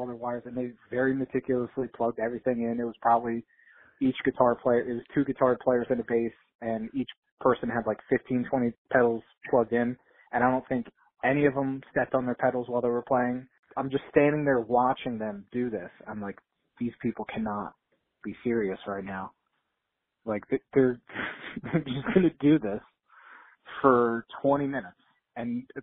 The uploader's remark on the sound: called in to chat